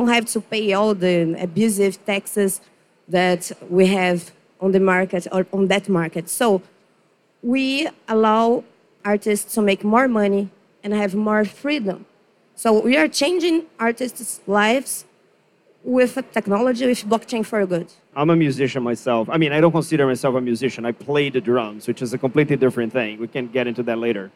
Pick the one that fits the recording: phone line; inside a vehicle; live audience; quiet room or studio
live audience